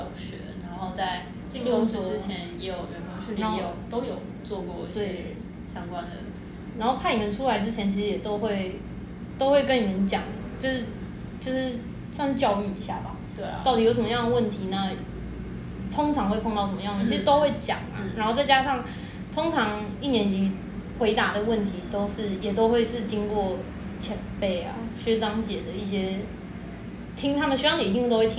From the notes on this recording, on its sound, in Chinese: 第一次錄音因為收音問題也讓窗外的朋友們一起加入了！雜音過多時請大家把他們當作大自然的一部份～。